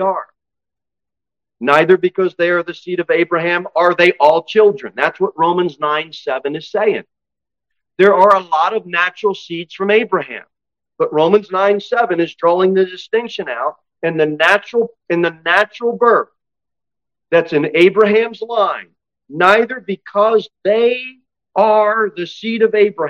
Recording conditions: large echoing room